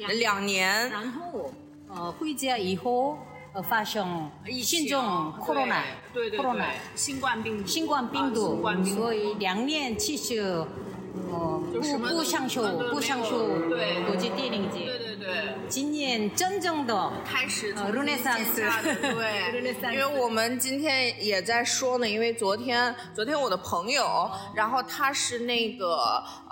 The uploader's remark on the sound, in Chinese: 在第27届釜山国际电影节现场采访